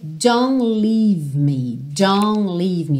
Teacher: a gente não ouve realmente o T dos don'ts que aparecem aí tanto na primeira quanto na segunda linha